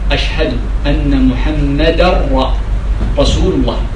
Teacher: أن تدغم الدالة ولا تظهر التنوين